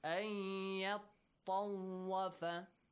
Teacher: Noon sakin plus ya, merge it. Join them.